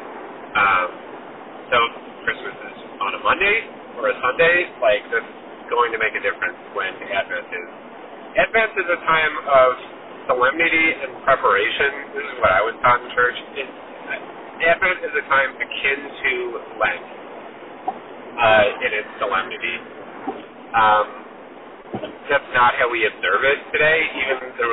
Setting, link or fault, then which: fault, poor sound quality